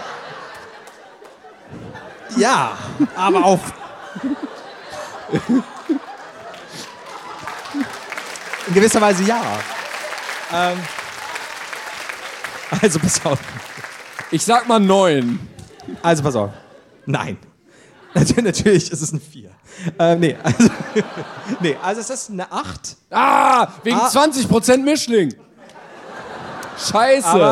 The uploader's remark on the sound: LIVE in Berlin